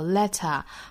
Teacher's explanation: 这个 l 呢是会弹下来舌头，把这个 l 发得非常清晰的 · Term: light L